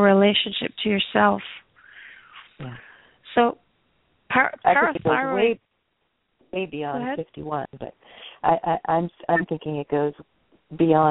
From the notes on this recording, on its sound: Takes your calls.